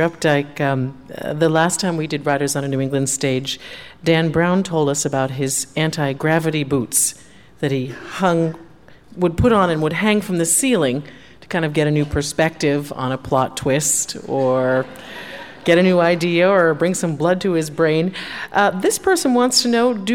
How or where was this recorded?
live audience